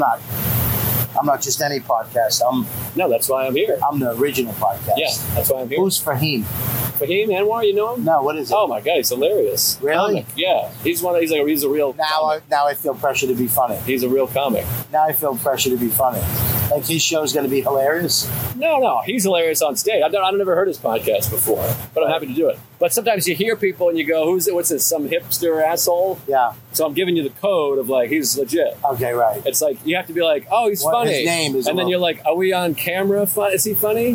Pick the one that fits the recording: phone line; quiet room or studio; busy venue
busy venue